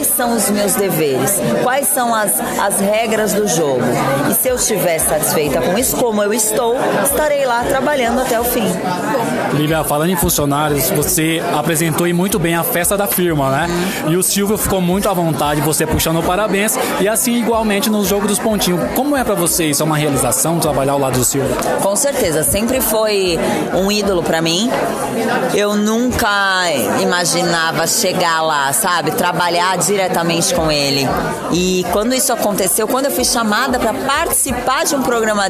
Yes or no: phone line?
no